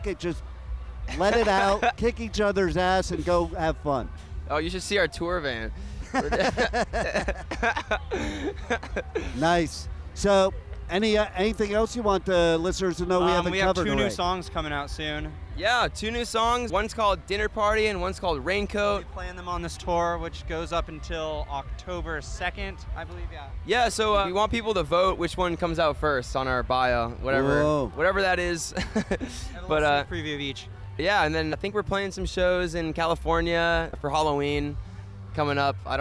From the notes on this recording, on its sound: Live from Riotfest 2022 in Chicago!